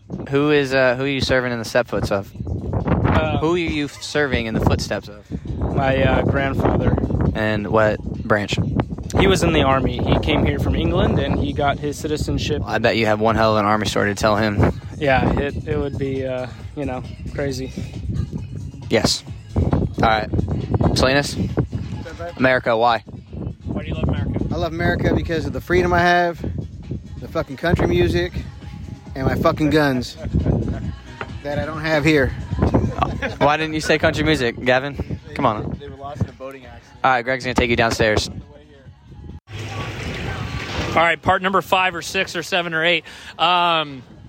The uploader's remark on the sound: Recorded via our cell phones as we were on a boat during our deployment overseas. This is not the best audio whatsoever.